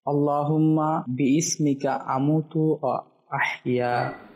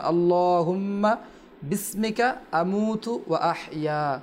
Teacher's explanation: যখন আমরা মিলে পড়বো আমরা বলছিলাম যে হামজারা উচ্চারণ হবে না · Shown in: second take · আল্লাহুম্মা বিসমিকা হামজারা উচ্চারণ হবে না, আল্লাহুম্মা বিসমিকা আমুতু ওয়া আহইয়া। · Term: হামজা ওয়াসলি